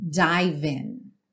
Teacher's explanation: Dive, o E não é pronunciado, você já junta o V no in